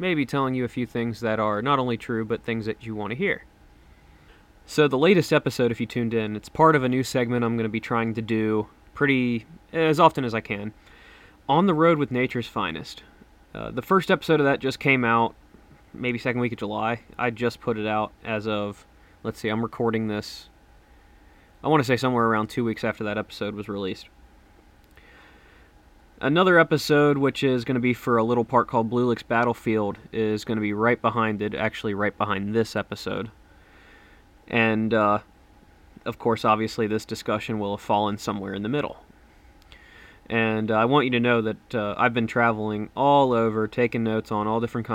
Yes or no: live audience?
no